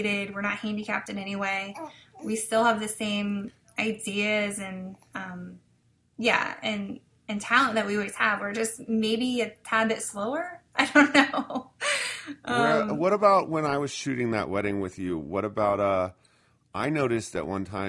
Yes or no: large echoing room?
no